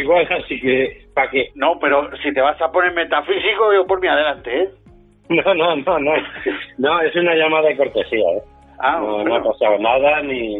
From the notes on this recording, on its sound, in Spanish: este audio derivado de una llamada telefónica común y espontánea